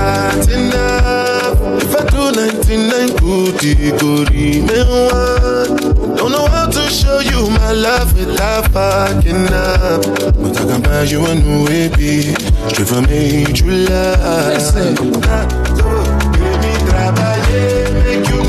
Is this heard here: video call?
no